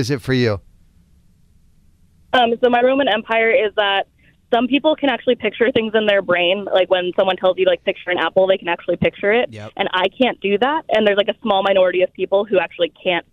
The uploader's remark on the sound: Listeners called in to say what their Roman Empire is!